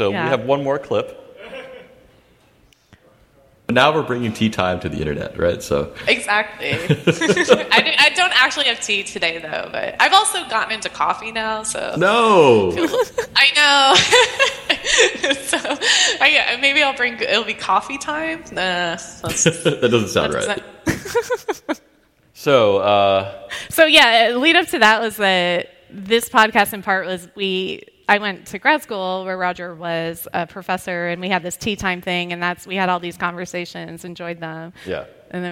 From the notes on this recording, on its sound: Was recorded in front of a live audience at RStudio::conf 2020.